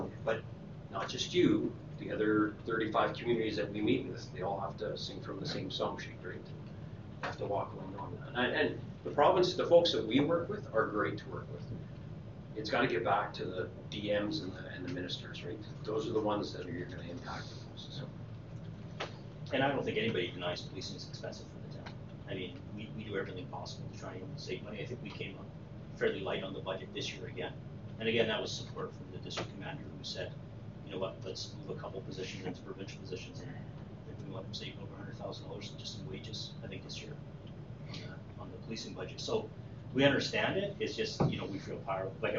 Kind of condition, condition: setting, large echoing room